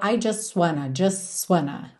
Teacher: E repara como você não ouve o T do just, então soa I just wanna, ok?